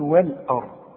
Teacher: فما هنا ما بتقول ايه بقى وال، غلط، اللام انت خدتها قبل كده انها مرققة دائما، هنقول وال آ، وال آ. الراء هي المفخمة عشان قبلها مفتوح